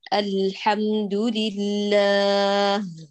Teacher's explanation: اللام يا غالية صوتها ناقص لأنك ما عملت البقعة كاملة، فاعتراها شيء من الغنة. هذا الصوت الرخيم الذي اعترى اللام فيه خلل.